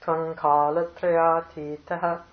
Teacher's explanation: Get this A and E to be the same emphasis, the same length.